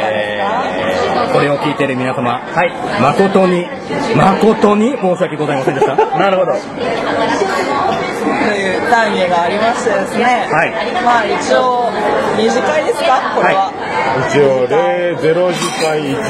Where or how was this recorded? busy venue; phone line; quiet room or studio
busy venue